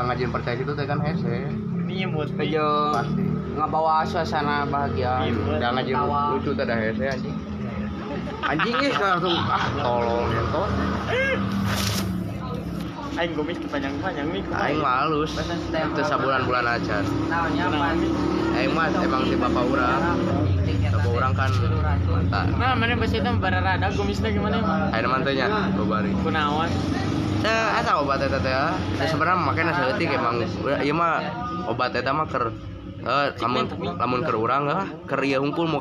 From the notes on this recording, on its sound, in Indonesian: Pinggir jalan. Audio nya jelek banget.